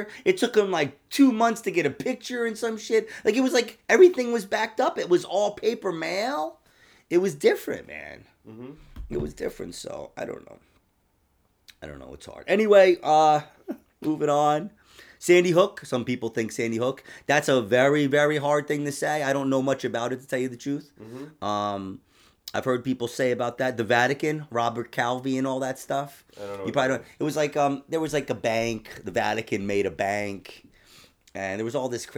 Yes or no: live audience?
no